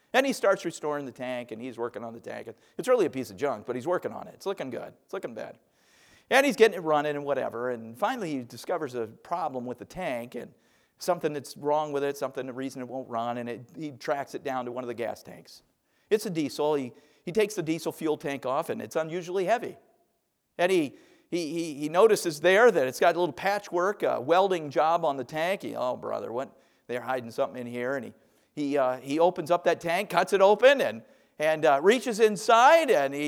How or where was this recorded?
large echoing room